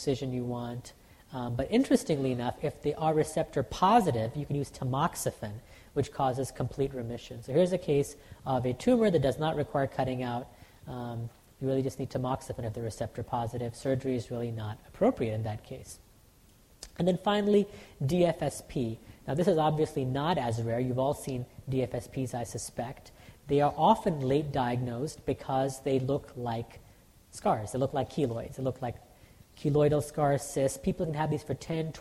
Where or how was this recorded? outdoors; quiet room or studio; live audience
live audience